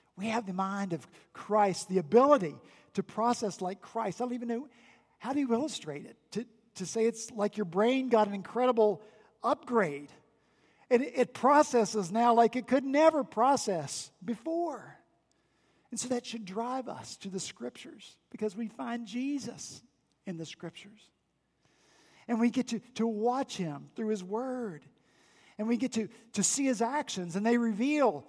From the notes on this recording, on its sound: back in the pulpit this past Sunday, October 6, 2019, at Redeemer Presbyterian Church in Charleston, SC